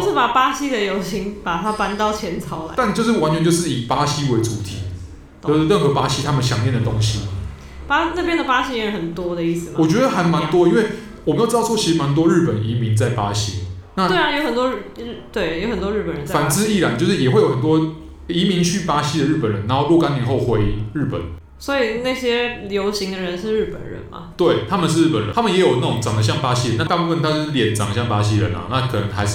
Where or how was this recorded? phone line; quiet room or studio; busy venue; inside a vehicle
busy venue